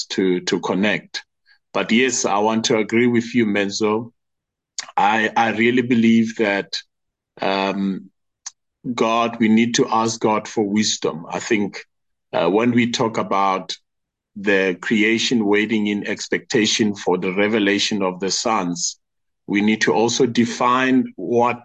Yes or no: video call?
yes